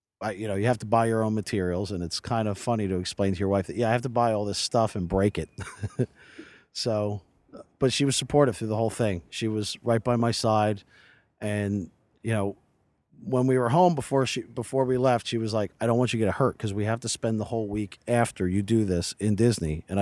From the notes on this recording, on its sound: Live from the Road. On the grounds of a Disney resort.